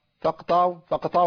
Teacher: القاف مقلقلة والطاء عندي حرف مفخم في أعلى مراتبه